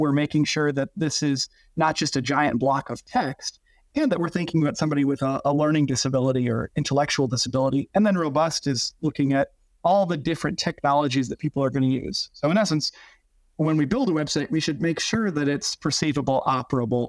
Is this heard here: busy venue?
no